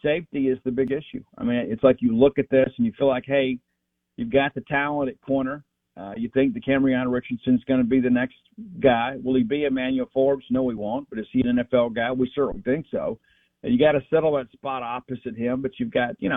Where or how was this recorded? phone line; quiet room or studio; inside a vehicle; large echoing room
phone line